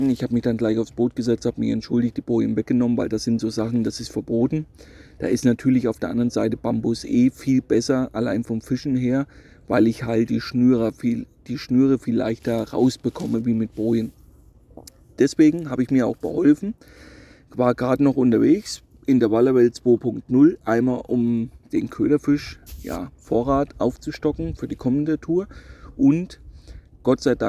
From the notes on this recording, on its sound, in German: nehme ich euch wieder live mit nach Cremona an den Oberlauf des Grande Fiume Po